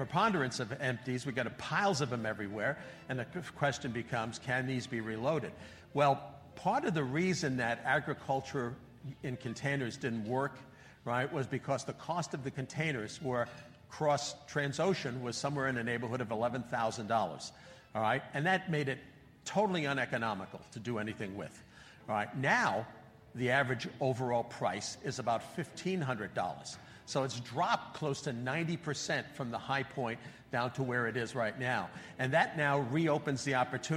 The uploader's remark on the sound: This month we were pleased to share our message with a live audience at the IRPT 2023 Annual Conference.